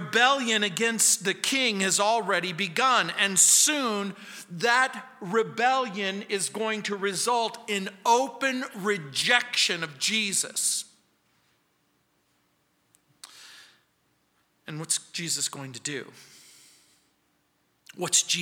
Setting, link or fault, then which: setting, large echoing room